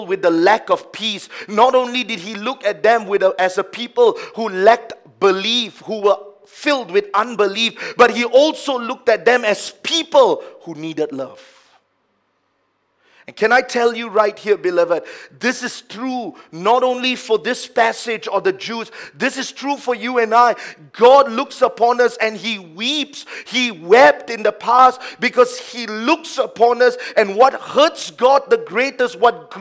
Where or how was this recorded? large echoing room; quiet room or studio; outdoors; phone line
large echoing room